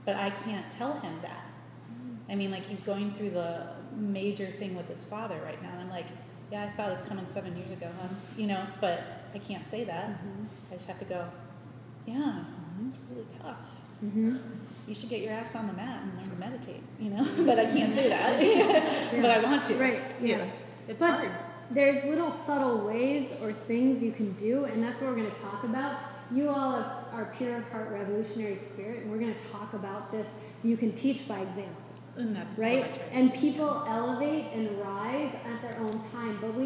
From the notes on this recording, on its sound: This is a live excerpt of a recording during a yoga enrichment teacher training lecture on the Yoga Sutras for a group of yogis studying to be teachers.